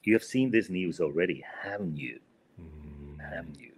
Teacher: you notice that we did just falling intonation